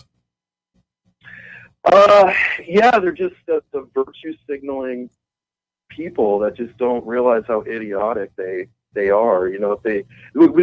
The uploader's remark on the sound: call in to tell a story